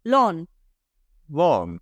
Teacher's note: Tiene que sonar un poquito de G